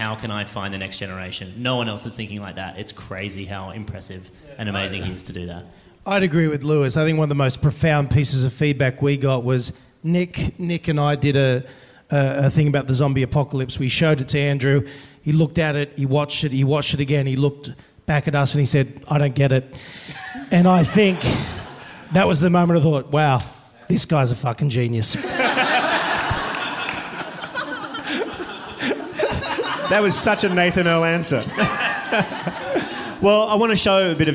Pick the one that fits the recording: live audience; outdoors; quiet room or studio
live audience